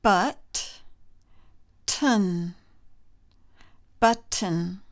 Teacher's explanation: we do not pronounce the O in the second syllable · Term: unaccented syllable